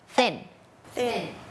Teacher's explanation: เป็นเสียงแบบ unvoiced คือออกมาแค่ลมเราเอาลิ้นเนี่ยมาวางตรงกลางระหว่างฟันบนกับฟันล่าง